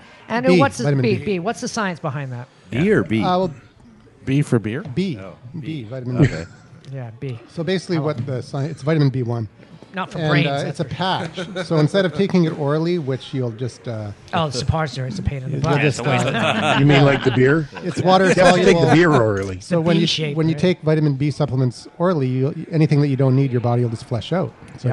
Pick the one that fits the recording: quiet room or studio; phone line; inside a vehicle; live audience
live audience